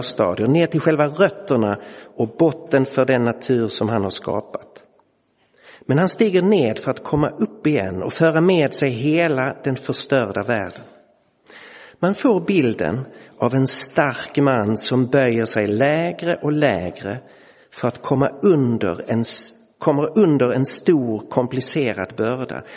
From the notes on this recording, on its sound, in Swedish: Inspelad i Roseniuskyrkan den 2 april 2023.